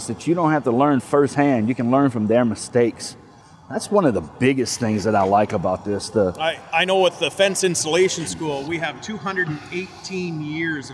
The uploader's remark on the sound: LIVE on location at the American Fence Association's University in Arlington, TX